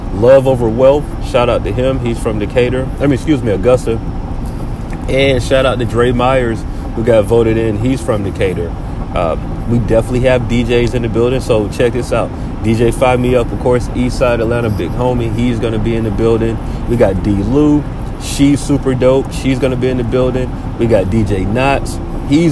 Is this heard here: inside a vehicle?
yes